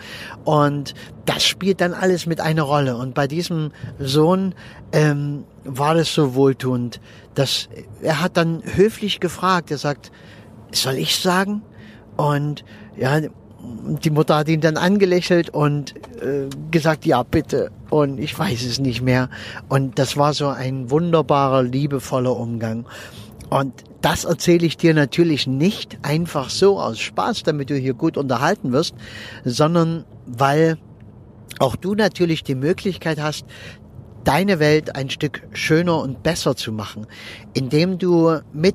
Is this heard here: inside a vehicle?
yes